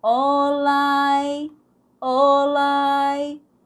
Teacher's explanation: Nós vamos unir esse all com I e vai ficar olai.